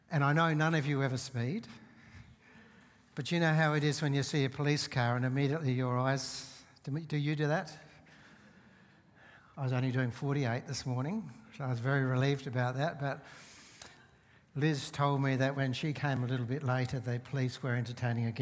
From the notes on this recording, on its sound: Seeds Church Live.